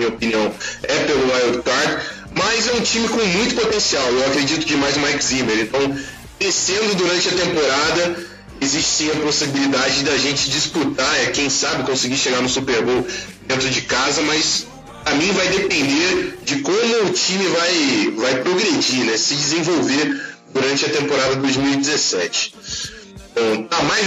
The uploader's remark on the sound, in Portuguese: Pedimos desculpas pela qualidade do áudio neste episódio. Problemas técnicos ocorreram no momento da gravação.